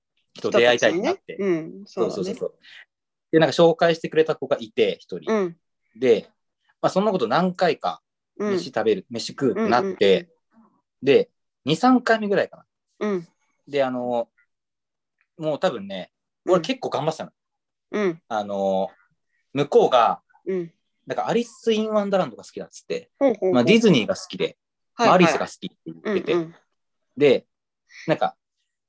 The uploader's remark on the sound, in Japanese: zoomでラジオ！